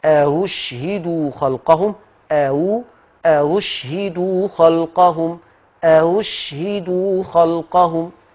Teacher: ولما حدث اختلاف بين الهمزتين وكانت الأولى مفتوحة يبقى الثانية مسهلة قولا واحدا · Term: تسهيل